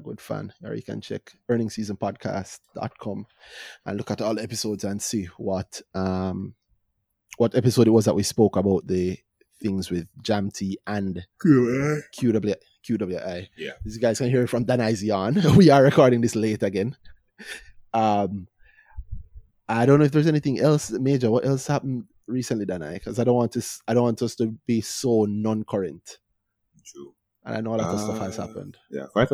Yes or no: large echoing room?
no